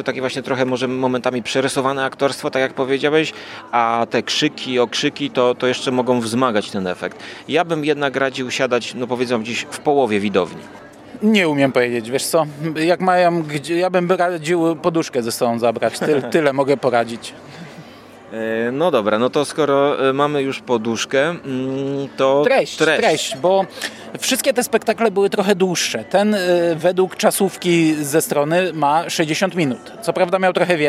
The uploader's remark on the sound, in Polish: W wyjątkowym nagraniu, na żywo, na gorąco, prosto z ogródka, gdzieś pomiędzy krakowskim rynkiem a Wawelem.